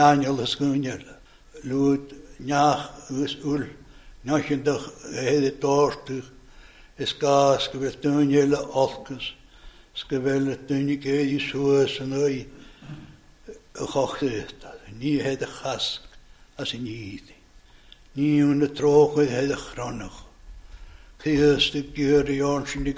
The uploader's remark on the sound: recorded at North Harris Free Church on the evening of Sunday, 22nd October 2023